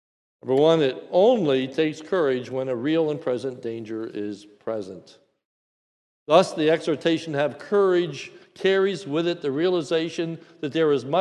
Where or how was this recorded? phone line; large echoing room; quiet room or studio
large echoing room